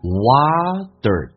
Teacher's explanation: t 发 d 这个发音，然后卷舌头